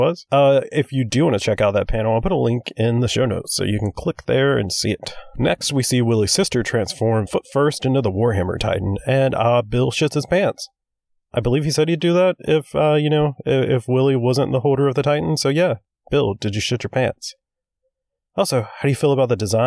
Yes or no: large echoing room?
no